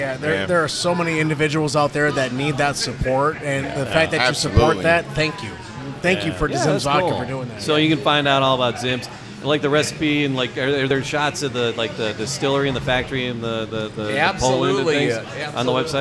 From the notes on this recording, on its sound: Broadcasting from The Loft Cigar Lounge in Farmington, Mich.